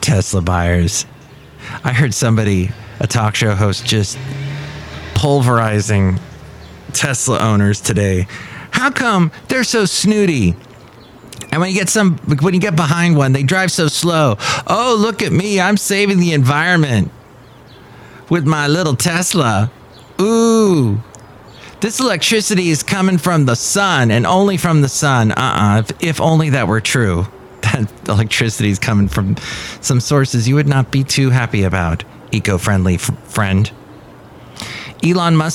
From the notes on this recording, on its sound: podcasts live from Café Anyway